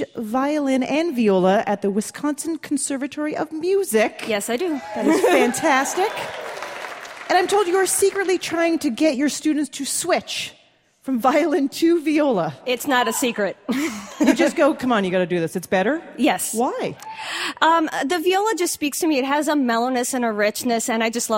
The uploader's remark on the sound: Recorded at Milwaukee's Pabst Theater